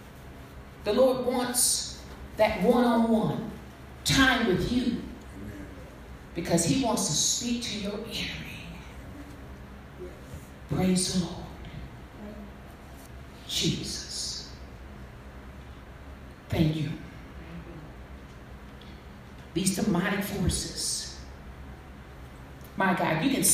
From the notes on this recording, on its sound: Message delivered to Rock of Salvation Church